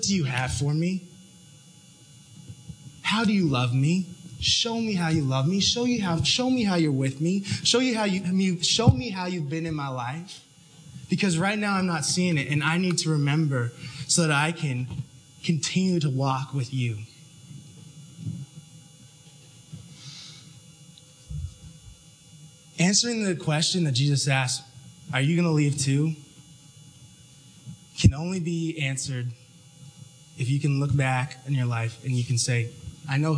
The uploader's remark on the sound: Audio from the Tuesday university student fellowship, the Inn.